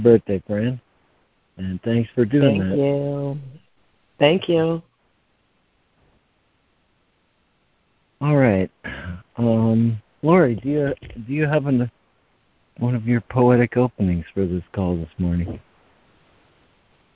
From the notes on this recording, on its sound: ACIM Daily Conference Call.